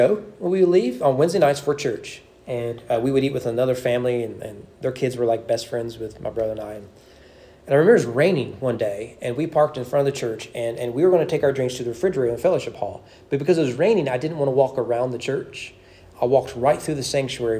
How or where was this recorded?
large echoing room